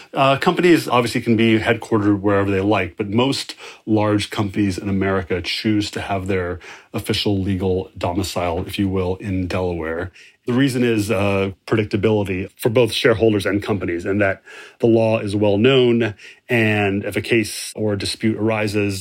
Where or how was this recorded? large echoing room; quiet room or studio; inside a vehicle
quiet room or studio